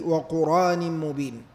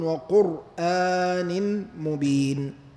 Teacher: في قراءة ابن كثير في رواية البزي وقرآن مبين بغير همز · Shown in: first take · وهكذا في القرآن كله يقرأ كلمة القرآن القرآن معرفة جاءت أو منكرة بغير همز.